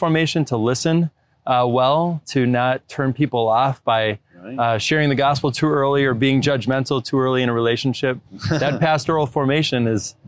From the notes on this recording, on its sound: At the 12th Annual Napa Institute Conference in Napa Valley California.